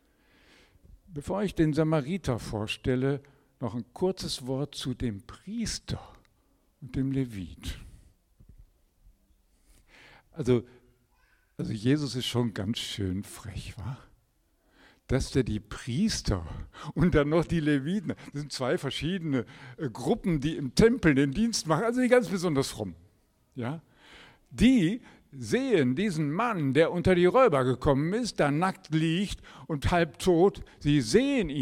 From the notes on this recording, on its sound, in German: Predigt im Rahmen des GreifBar+ Gottesdienstes